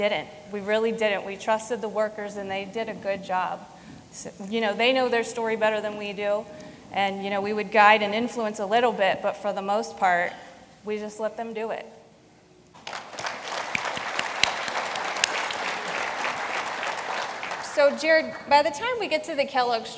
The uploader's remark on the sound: LIVE Panel Discussion from #BCTGM2022. Recorded LIVE on August 1st during the 41st Constitutional Convention. Moderates a panel discussion from the stage.